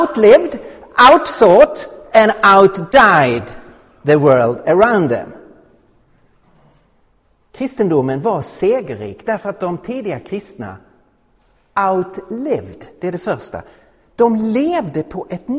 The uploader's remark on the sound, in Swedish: Inspelad i på Apologiakonferensen i Betlehemskyrkan i Stockholm 2017-03-31